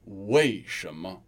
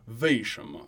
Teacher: It's a w, clearly a W. Whereas a northerner might throw in a little V sound instead · Shown in: second take · wei shema, and it comes from the northern dialects. · Term: soft V